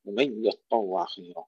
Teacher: يتطوع أصلها يتطوع، ثم أدغمت التاء في الطاء فتشددت الطاء · Term: الإدغام